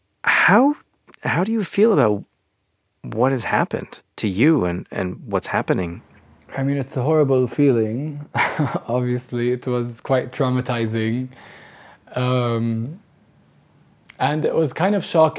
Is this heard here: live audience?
no